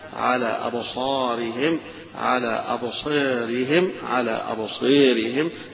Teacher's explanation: على أبصارهم بالفتح والتقليل والإمالة